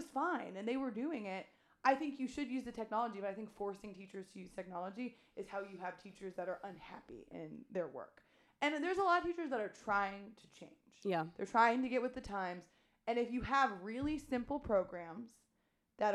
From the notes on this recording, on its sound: This was our first recorded podcast, so the sound is a bit low.